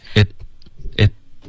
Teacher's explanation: It could happen to anyone.这个 it 的音你是更用力的送气，一这样，应该是结尾舌尖顶上颚而已，它可以非常放松的停顿